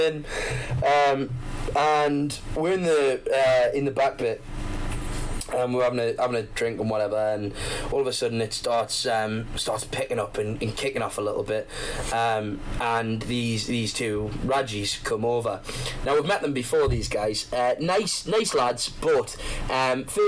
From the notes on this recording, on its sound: Some Particularly Bad Audio.